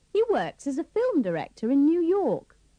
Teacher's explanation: Remember to pronounce as with the schwa